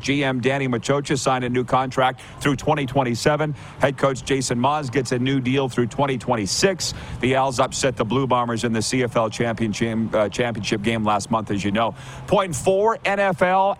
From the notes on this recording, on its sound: LIVE from the Beachouse in Pompano, FL